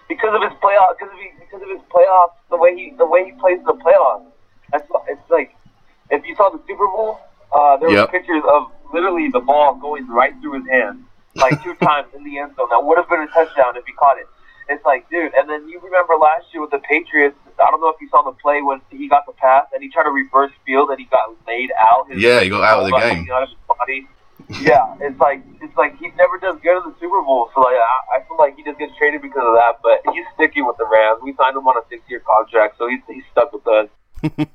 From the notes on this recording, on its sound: gets on the phone